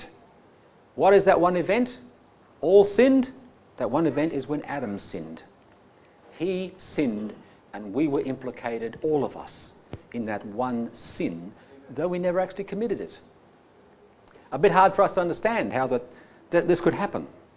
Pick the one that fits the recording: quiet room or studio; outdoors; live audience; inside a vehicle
live audience